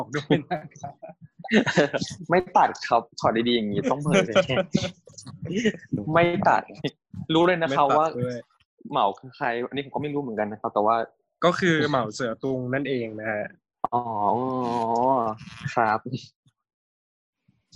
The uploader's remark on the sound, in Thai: ขออภัยในความไม่ชัดเจนของคุณภาพเสียงด้วยนะครับ